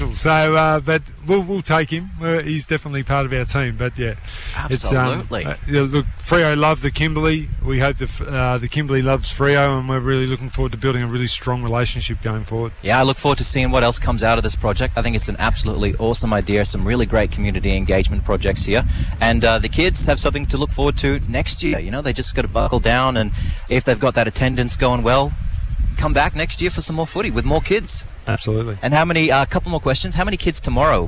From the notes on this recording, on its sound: broadcasts live from Cable Beach for the Kimberley 9's event